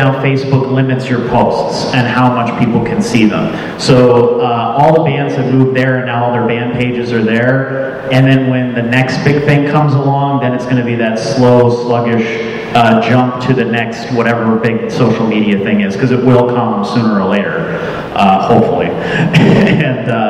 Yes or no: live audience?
yes